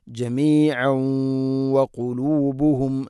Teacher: കൂട്ടി ഓതുമ്പോൾ തൻവീനിനെ വ എന്ന അക്ഷരത്തിലേക്ക് ഇദ്ഗാം ചെയ്യണം, മണിച്ചുകൊണ്ട് ഉച്ചരിക്കണം